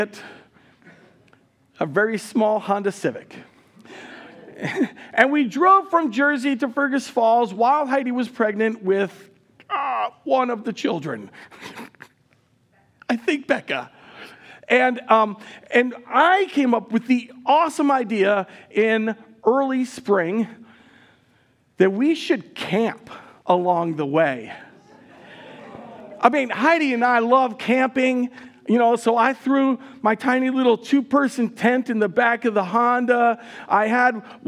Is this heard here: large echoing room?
yes